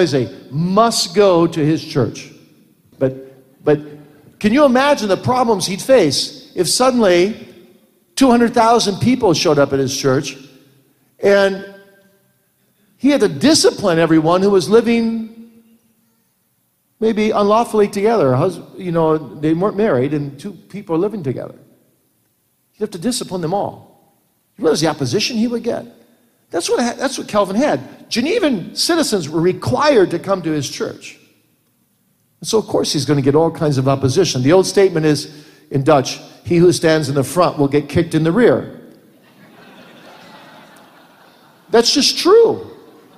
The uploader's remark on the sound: Q & A from the 2017 Boise Reformation Conference